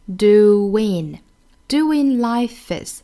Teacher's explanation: 这两个元音连在一起的话呢，我们中间要加一个 wo 的音来使它更连贯 · Term: 连读加音